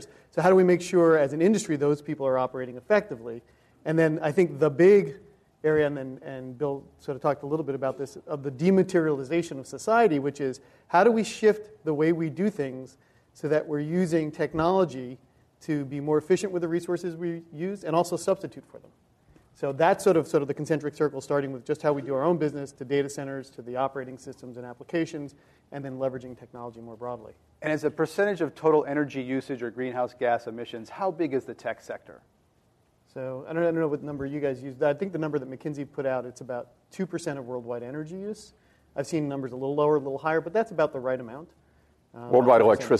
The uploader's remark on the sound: This program was recorded in front of a live audience at the Commonwealth Club of California, San Francisco on March 11th, 2011